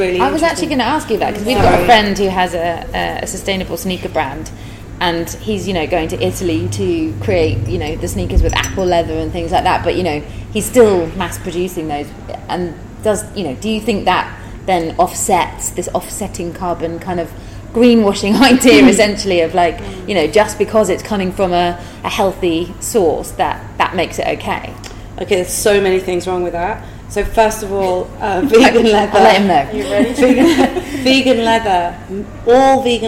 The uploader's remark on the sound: The first in a series of live talks I am hosting on Ibiza, under the banner of The Human Library. The House of Wow.